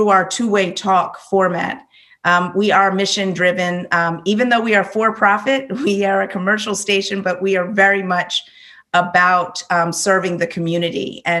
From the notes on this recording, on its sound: This episode shares a recorded talk from the 2021 Reimagine the Internet conference, a virtual conference co-hosted by the Knight First Amendment Institute at Columbia University and the soon-to-be-launched Initiative on Digital Public Infrastructure at the University of Massachusetts, Amherst.